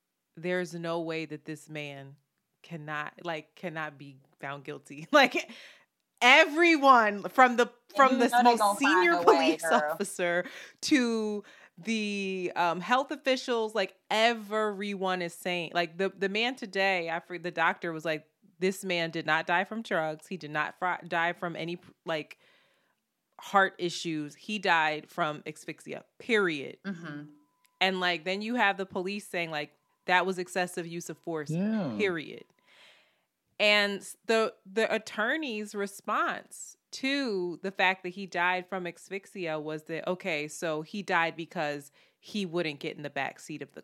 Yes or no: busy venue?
no